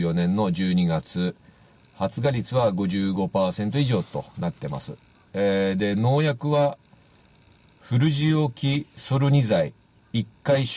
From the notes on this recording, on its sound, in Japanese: 風が強く自動車の中での撮影となりました（初です！）。